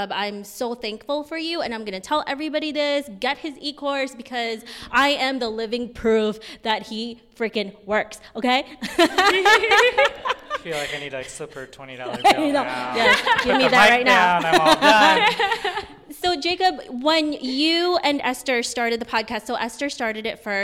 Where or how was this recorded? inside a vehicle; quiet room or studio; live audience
live audience